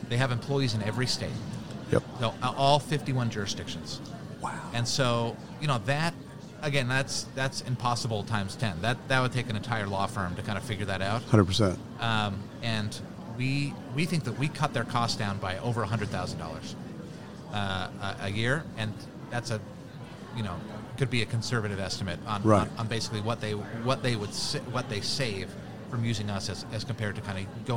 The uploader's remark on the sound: Live from SHRM 2022